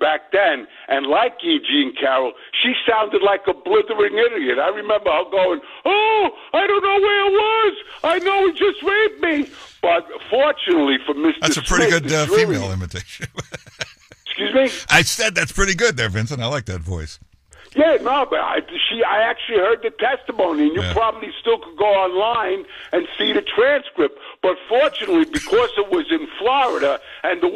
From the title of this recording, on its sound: Takes Your Phone Calls